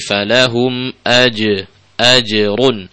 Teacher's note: perhatikan pada qalqalah ajrun, jimnya jangan sampai menjadi c